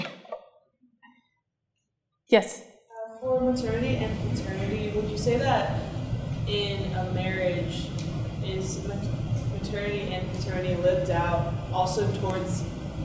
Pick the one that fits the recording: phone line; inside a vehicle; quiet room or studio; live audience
live audience